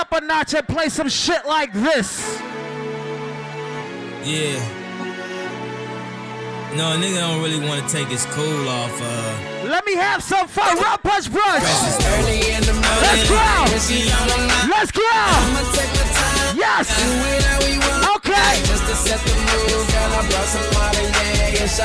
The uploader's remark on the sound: HD Live At #rumpunchbrunch 3.11.17.